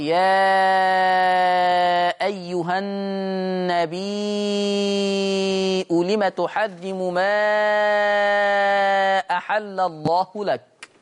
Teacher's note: لو تابعنا هكذا على الشاشة: النبي، حكم لفظ النبي، النبي بالهمزة فتقرأ النبي وتمد الياء مدا مشبعا اللي هو مد متصل ست حركات